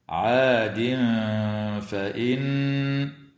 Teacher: وتغن النون المشددة من كلمة فإن بمقدار حركتين · ويخفى مع الغنة مرققة عند الفاء في قوله تعالى: عاد فإن